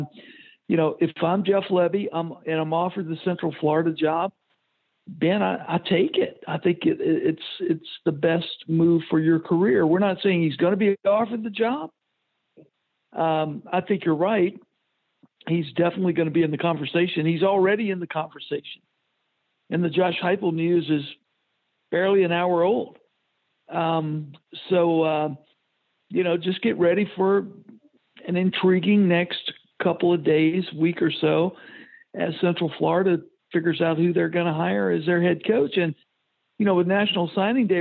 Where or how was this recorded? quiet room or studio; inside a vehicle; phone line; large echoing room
phone line